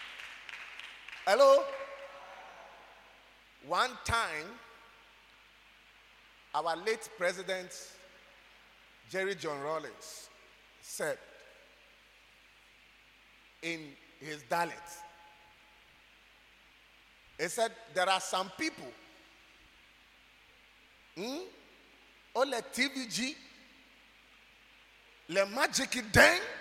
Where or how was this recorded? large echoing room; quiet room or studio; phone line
large echoing room